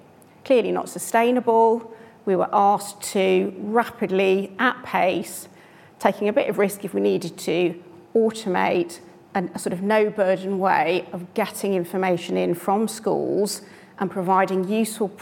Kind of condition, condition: setting, live audience